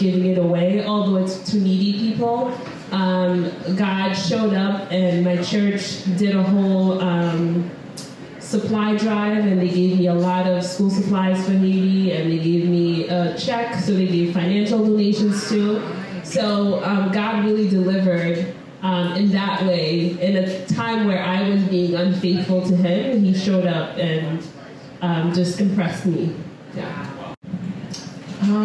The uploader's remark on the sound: This week's episode is a recording from our season 2 launch party.